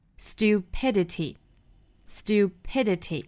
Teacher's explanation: 倒数第三个音节 p 需要做重读